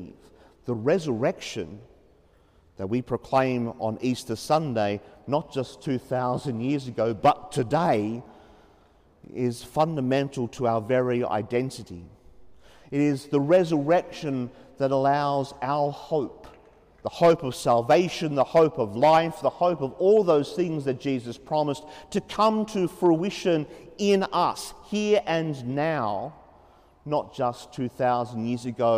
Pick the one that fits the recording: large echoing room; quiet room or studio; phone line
large echoing room